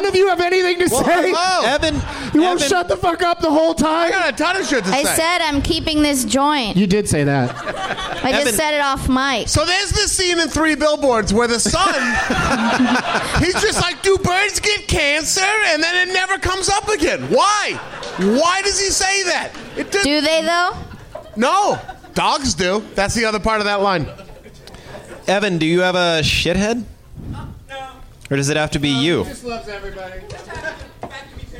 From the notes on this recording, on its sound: Live from the Helium Comedy Club in Portland